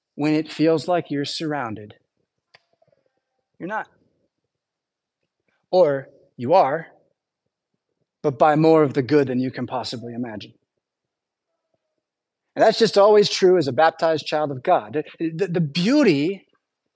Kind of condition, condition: setting, large echoing room